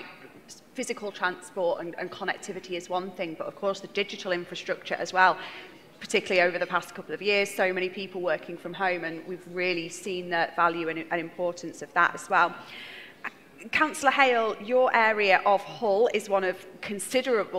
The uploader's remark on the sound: a special live recording of the Transport for the North Podcast at the #TfN21 Annual Conference event in Leeds